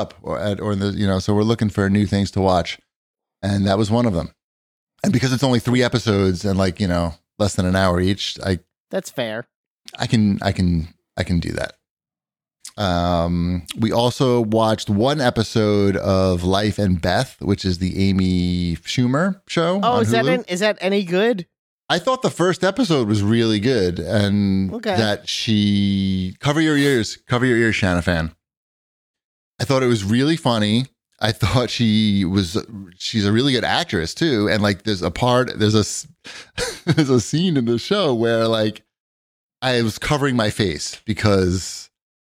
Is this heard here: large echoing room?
no